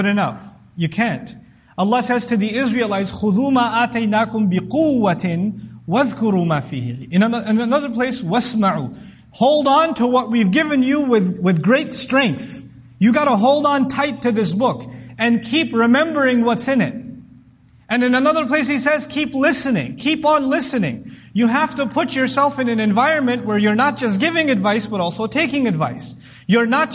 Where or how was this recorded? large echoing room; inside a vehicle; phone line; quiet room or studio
large echoing room